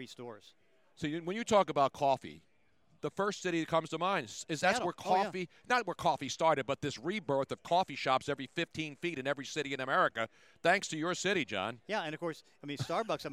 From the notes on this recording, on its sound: On the first day of Radio Row. Things are starting to heat up in Miami!